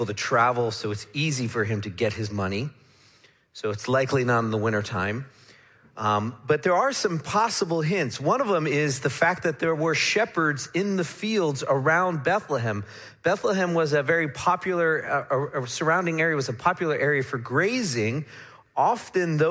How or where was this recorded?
large echoing room